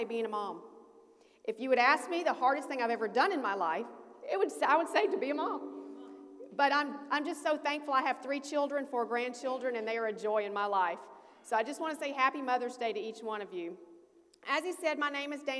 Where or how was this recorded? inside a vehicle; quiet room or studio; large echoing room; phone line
large echoing room